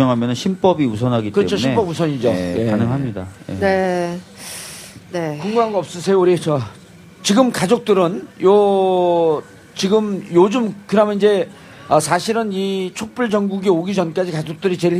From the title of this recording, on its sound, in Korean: 광화문 공개방송